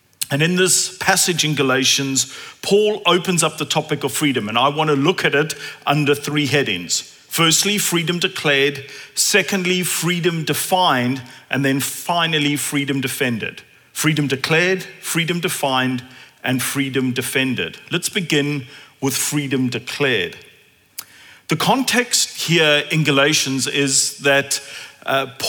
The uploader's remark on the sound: at Common Ground Church Rondebosch